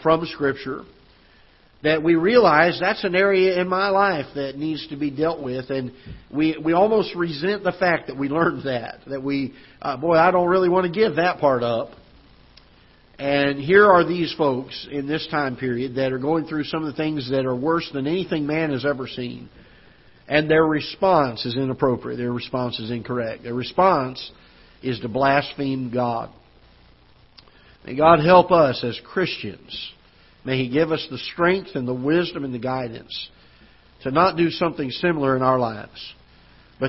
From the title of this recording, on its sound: Ketha Heights Baptist Church ~ Live Broadcast